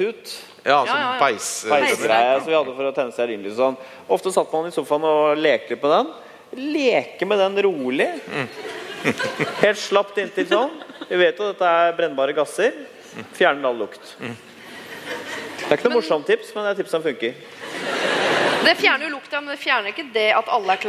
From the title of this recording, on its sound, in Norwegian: Bonuspodcast: Live fra Ås